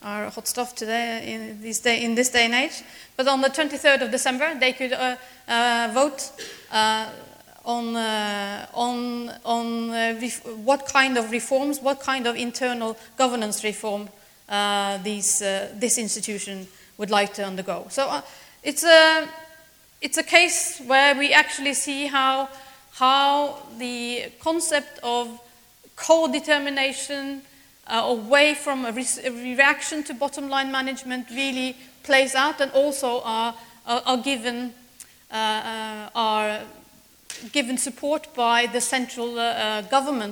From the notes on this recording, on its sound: speaks at SRHE Annual Research Conference 2016